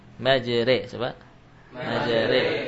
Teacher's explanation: Kalimat majroha huruf ra yang maftuh dimiringkan ke dalam kepada kasrah · Term: imalah